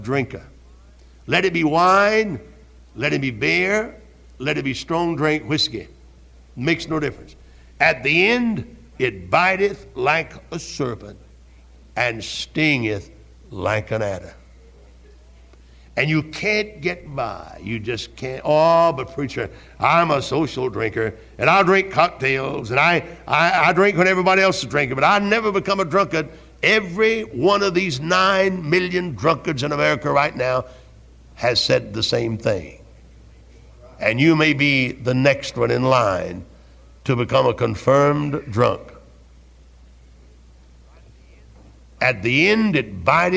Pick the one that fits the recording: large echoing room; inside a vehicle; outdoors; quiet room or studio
large echoing room